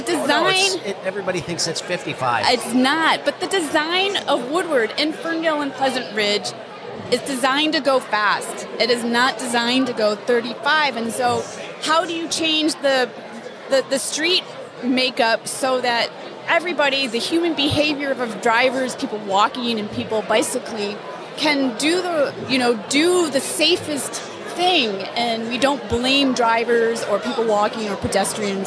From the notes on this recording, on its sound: Today's episode includes two more interviews conducted at this year's Detroit Policy Conference.